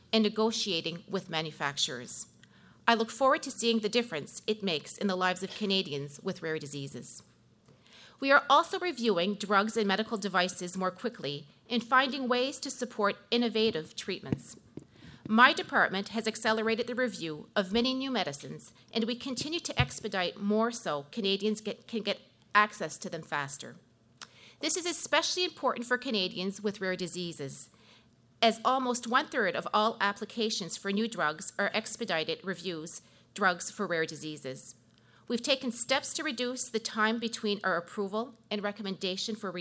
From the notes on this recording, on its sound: In the Canada 2020 studio. Questions from a live studio audience.